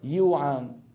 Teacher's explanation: ويقلبون الجيم إلى ياء